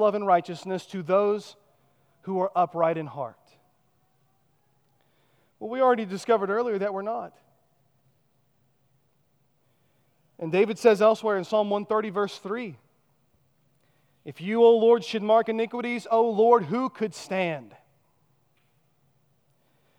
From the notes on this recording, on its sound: at Chaffee Crossing Baptist Church in Barling, AR